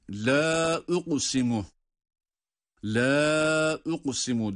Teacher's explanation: Medden sonra, yani uzatma durumundan sonra diğer kelimenin başında hemzenin gelişi ile burası dört elif miktarına kadar uzatılabilir. · Term: meddi munfasıl